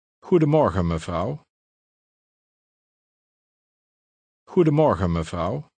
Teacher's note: usually the N is dropped in conversational Dutch